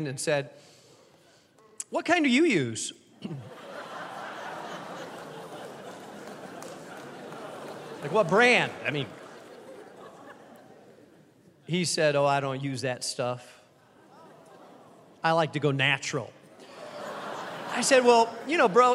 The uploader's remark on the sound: keynote address to those attending Founders Week 2023